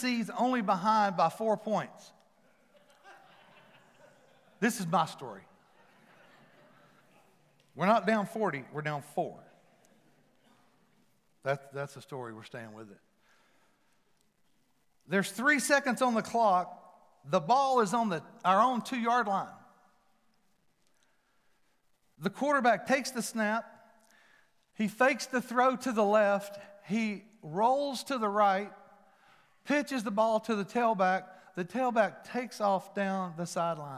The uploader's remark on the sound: Palm Sunday at FMJ. Recorded live at The Fellowship at Mt Juliet.